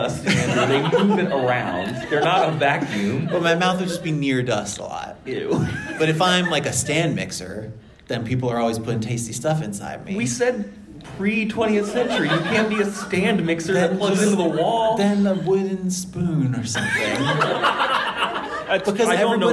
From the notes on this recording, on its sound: LIVE from the Fall For The Book Festival. Our first episode of the new year is actually from our live show at the Fall For The Book Festival in Fairfax, VA.